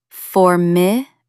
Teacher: Stress the first syllable.